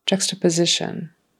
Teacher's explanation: Juxtaposition, with that S being a Z sound.